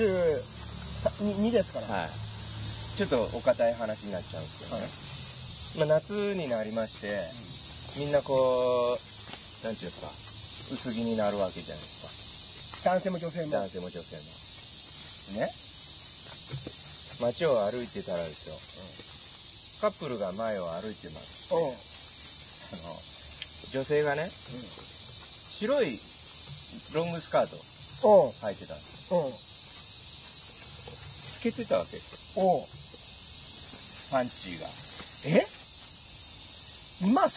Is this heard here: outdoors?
yes